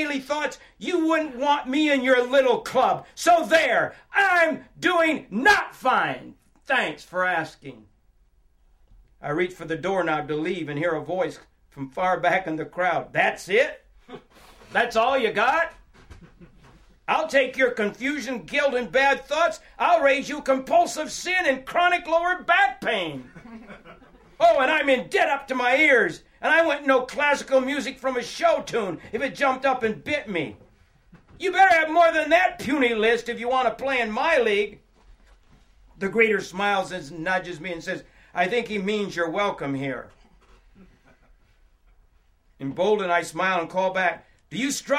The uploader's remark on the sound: it was recorded in October of 2006, at Revolution Church in Brooklyn, NY.